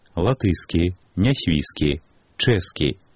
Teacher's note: Сярод адступленняў ад артаэпічных нормаў нярэдкі тыя, што вынікаюць з палітарнага трактавання спалучэнняў шыпячага гуку свісцячым. Згодна з нормамі літаратурнага вымаўлення, папярэдні шыпячы мае прыпадабняцца да наступнага свісцячага.